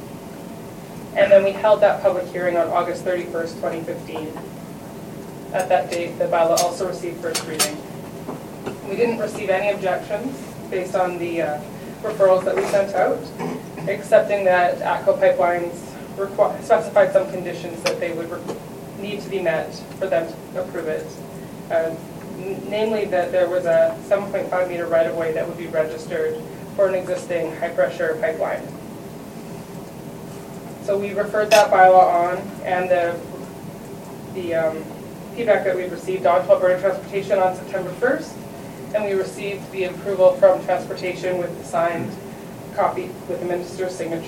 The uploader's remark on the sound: Audio recording of the November 2, 2015 Regular Meeting of Peace River's Town Council